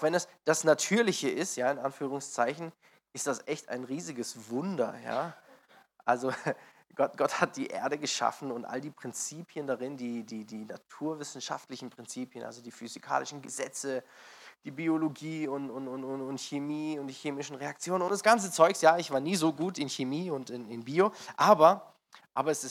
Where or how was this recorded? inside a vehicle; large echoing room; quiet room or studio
large echoing room